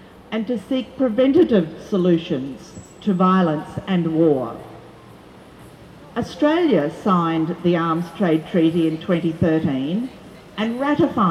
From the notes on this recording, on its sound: Rally for Peace 18 March 2022 outside the Hilton Hotel organised by JustPeace